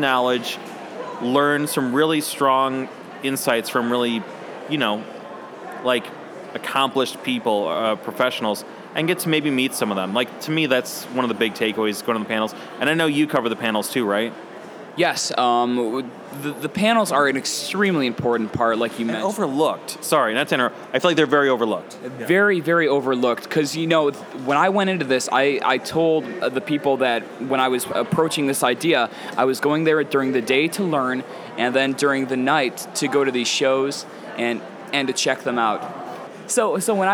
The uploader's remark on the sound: In a dual podcast recording. Recorded at SXSW 2016.